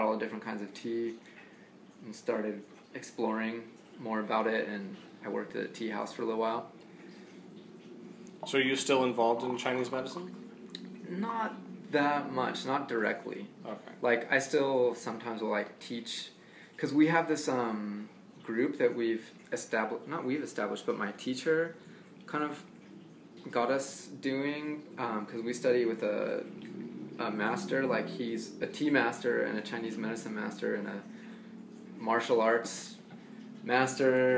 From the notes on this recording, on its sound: The audio will not be as nice, I think I recorded it with my phone.